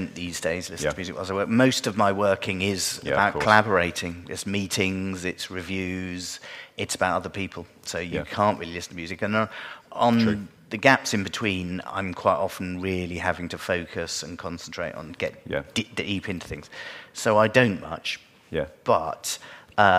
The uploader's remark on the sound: a stand alone episode we recorded 'live' from this year's FMX conference in Stuttgart, Germany.